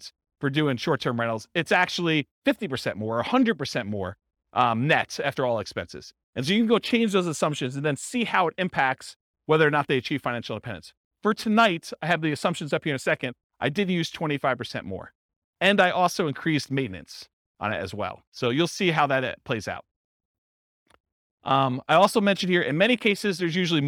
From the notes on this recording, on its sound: This was a live class recorded